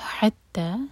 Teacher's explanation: حا کو حلق سے اور حا پر زور، دو سلیبل والا ورڈ ہے